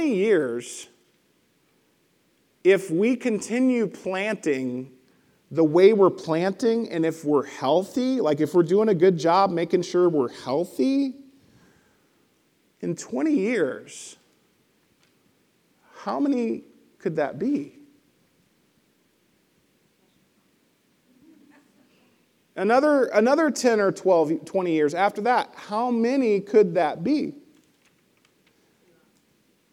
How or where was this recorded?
large echoing room